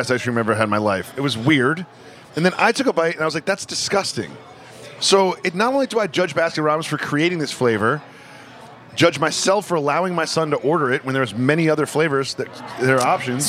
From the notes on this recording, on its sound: Travel to Philadelphia to record this week’s episode while eating dinner at Zahav!